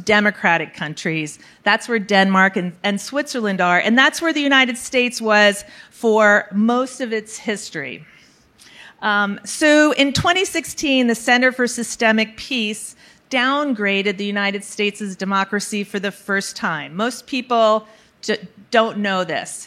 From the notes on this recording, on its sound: Recorded March 1, 2022 at the Upfront Summit.